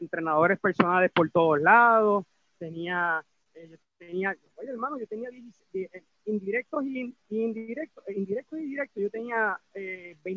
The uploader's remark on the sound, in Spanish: a través de la plataforma Zoom